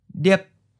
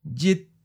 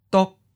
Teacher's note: As a high stop, it starts in the high part of your voice and then abruptly stops.